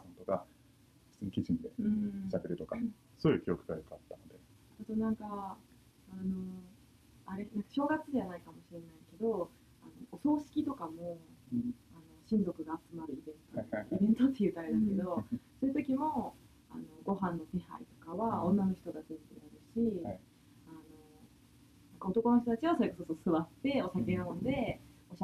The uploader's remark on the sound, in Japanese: オーディオの音質が機材の制限により、あまり良くなくてすみません！